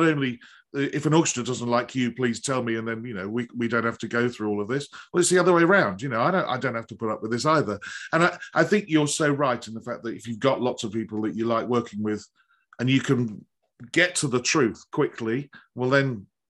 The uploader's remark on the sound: This interview was recorded. Via Zoom.